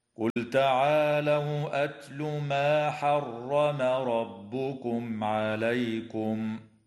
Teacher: وتظهر الميم الساكنة عند العين في قوله تعالى حرم ربكم عليكم